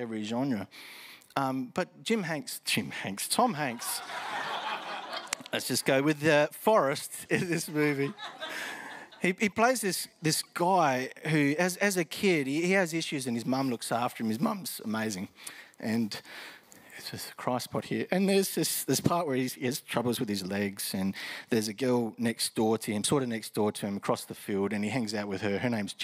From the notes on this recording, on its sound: Hope Central [Live]. This recording is from a Live service at Hope Central Elizabeth, South Australia.